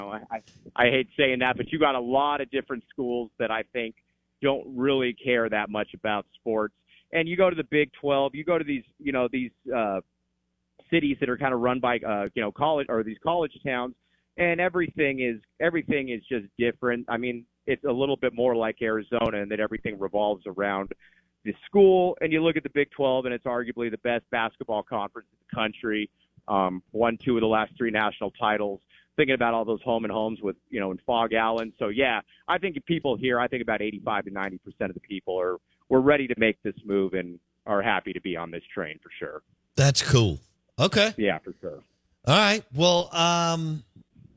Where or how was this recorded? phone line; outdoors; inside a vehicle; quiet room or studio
phone line